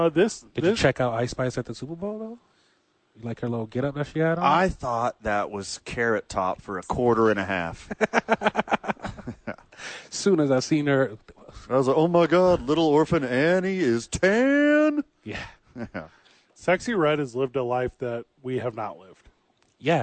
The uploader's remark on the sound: live from The Duke Store